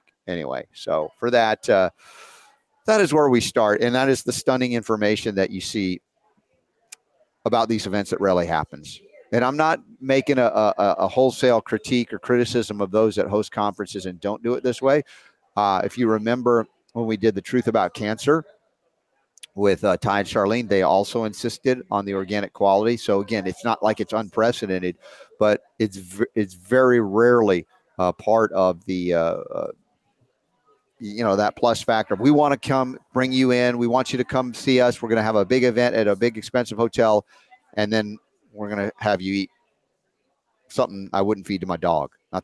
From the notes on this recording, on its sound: LIVE From Healing For The A.G.E.S.